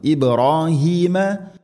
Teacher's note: ഇബ്രാഹിം ബാഇനെ ഖൽഖല ചെയ്യണം